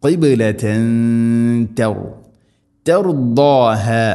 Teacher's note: തൻവീനു ശേഷം ത, തൻവീനിനെ അവ്യക്തമാക്കി മണിക്കണം. ഖിബ്ലതൻ തർദാഹ, ദാദിൻ്റെ ഉച്ചാരണം ശ്രദ്ധിക്കണം.